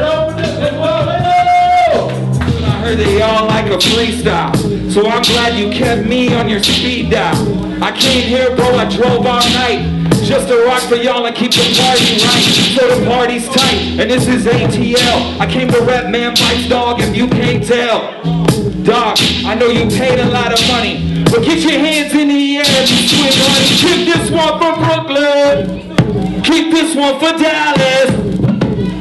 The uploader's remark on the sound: DEHH x Man Bites Dog Records Showcase Pt.1 | A3C Hip Hop Festival 2013.